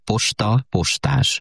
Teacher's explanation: Nagyon sokan rövidóval mondják posta, postás. De valóban sokaknál az az ó megnyúlik, posta, postás.